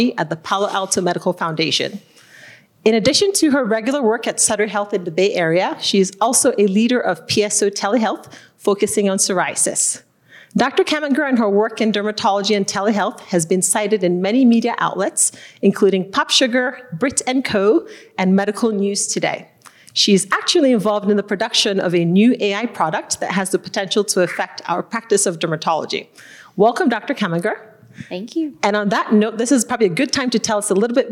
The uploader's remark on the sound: This livestream was recorded on August 25, 2023, at the SF Derm Society Eczema Symposium and 100 year Celebration